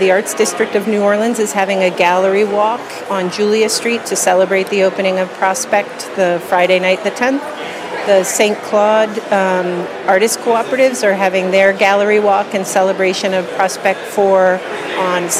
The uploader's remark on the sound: Live from Untitled Art Fair - Prospect 4 New Orleans.